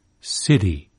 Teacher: It's unaspirated and retroflex in Indian city, the tongue being curled back a little. It's voiced and even tapped, as in American city. It's affricated, to use the jargon, in Liverpool city.